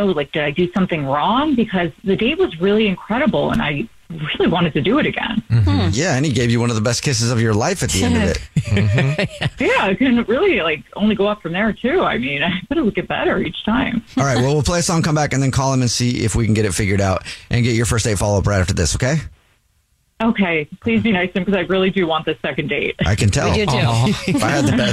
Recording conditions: phone line